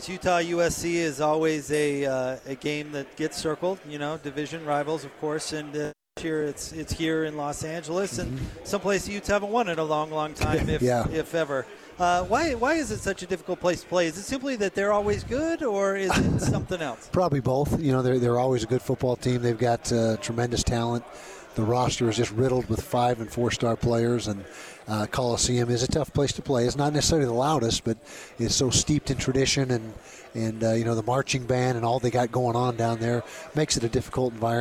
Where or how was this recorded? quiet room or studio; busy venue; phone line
busy venue